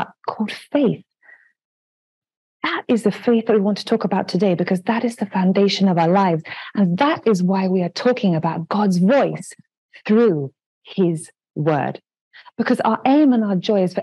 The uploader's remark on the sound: the REPLAY of the live Interactive Zoom session